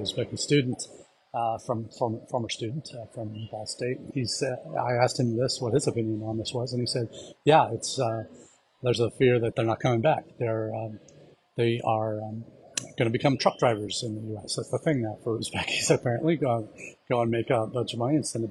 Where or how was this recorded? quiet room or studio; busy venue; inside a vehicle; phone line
busy venue